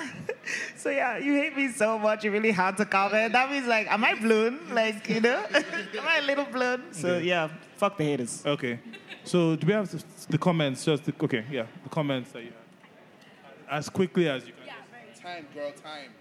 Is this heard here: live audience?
yes